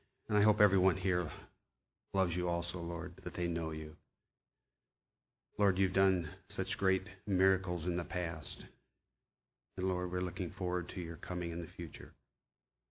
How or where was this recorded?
large echoing room